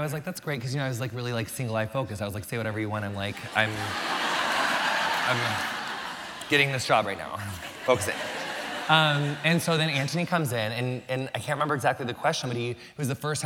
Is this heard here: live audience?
yes